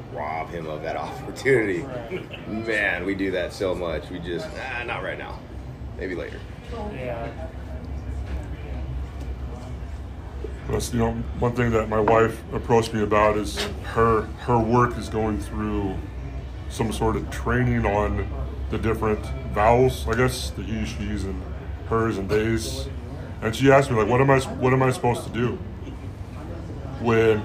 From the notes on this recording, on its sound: We did this episode at rocket bakery, so there is going to be some background noise.